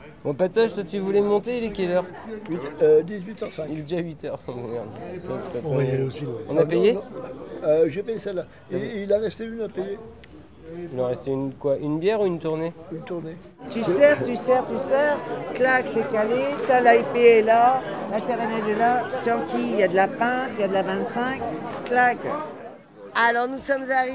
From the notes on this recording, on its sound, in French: Lors du festival Ilophone de septembre 2022, l'équipe de radio Pikez s'est déplacée pour y capter l'ambiance et y faire des rencontres. Artistes, bénévoles, festivalier.ère.s et habitant.e.s de Ouessant se retrouvent tour à tour aux micros.